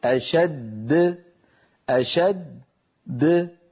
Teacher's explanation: تقلقلت الدال الثانية، أما الأولى فبقيت على حالها · Term: القلقلة